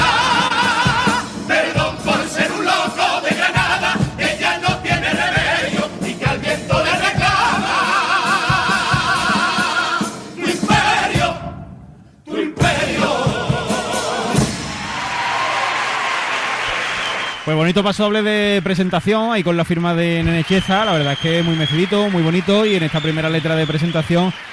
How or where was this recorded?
live audience